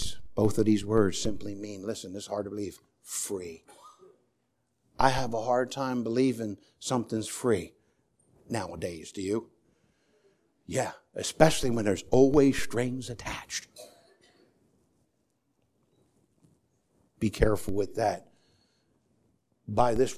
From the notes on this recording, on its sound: Sermon preached on Sunday Morning. At the First Baptist Church of Easton.